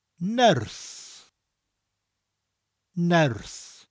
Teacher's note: We have a ne sound, followed by a rolling R and a s.